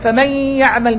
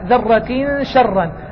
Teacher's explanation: الغنة في قولك من يعمل أقوى من الغنة في ذرة شرا، لأن هذا إدغام وهذا إخفاء